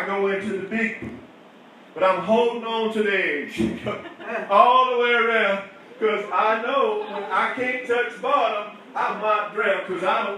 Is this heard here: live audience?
yes